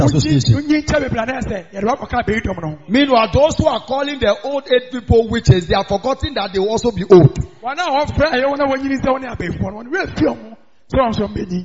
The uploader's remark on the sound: Preached On Sunday At The Miracle Arena